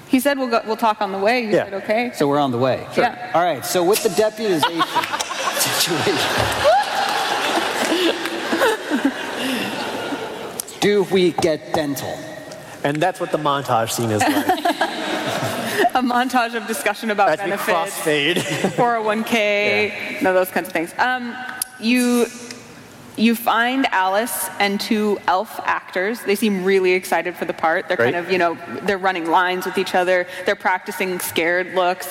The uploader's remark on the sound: live from PAX South 2019